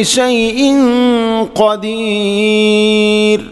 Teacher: ഈ ഇഖ്ഫാം ബിഗുന്നയാണ് കാര്യമായിട്ട് ഉള്ളത്